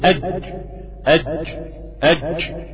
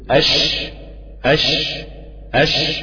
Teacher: سميت الشين متفشية علشان انتشار الريح في الفم عند النطق بها · Shown in: second take · حتى تصل بمخرج الأضفاء، يعني أنا بوصل فيها لدرجة قوية جدا في حالة التفشي، وفي التسكين طبعا بتتضح قوي.